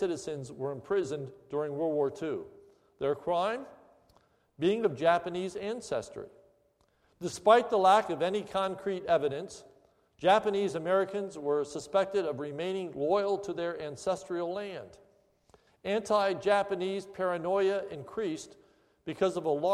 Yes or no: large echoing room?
yes